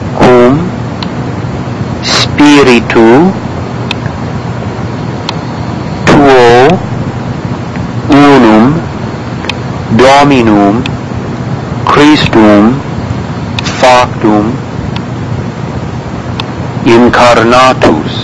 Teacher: Careful not to give this a glide, U, but just U with no glide at the end.